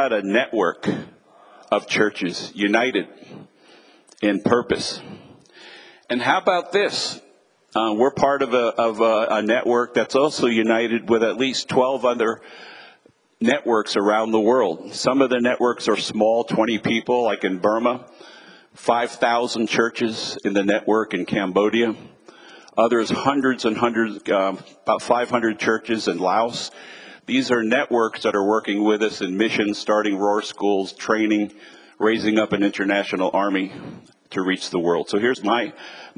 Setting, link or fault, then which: setting, live audience